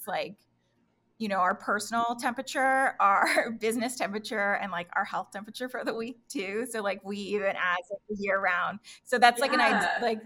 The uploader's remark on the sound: We are sorry for any audio issues, we experienced some technical difficulties during filming